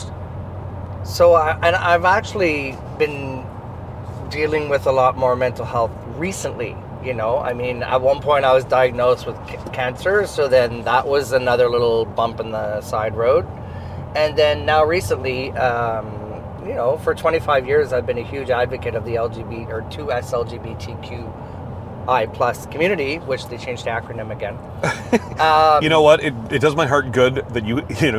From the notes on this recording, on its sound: This episode was recorded (using hands free microphones) as we drove to a drag bingo show we produce together in Peterborough Ontario.